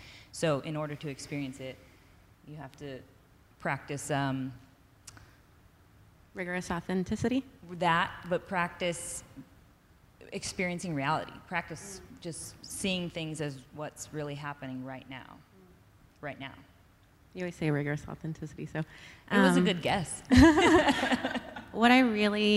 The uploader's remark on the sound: During our LIVE event in Austin, TX